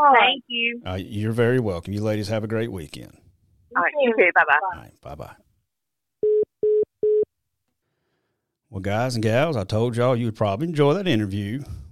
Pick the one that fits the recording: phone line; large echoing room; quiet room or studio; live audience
phone line